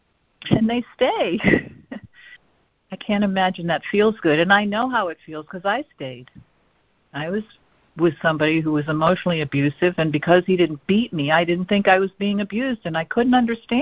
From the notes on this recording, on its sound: ACIM Daily Conference Call